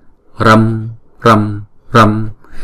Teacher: Chữ R này là R, đọc rõ ràng R đến uốn cong lưỡi lên